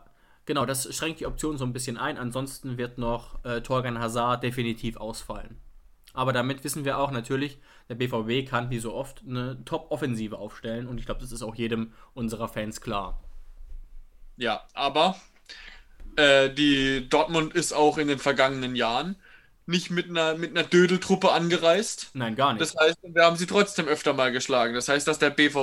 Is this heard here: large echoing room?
no